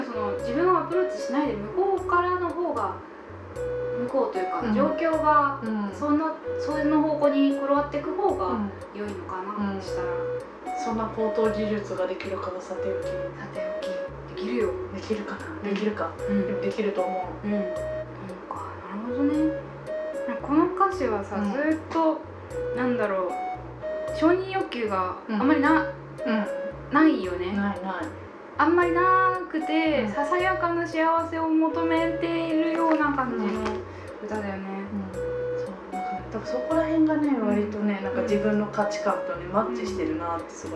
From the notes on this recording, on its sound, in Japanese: 録音環境劣悪のため超絶ローファイでお送りします。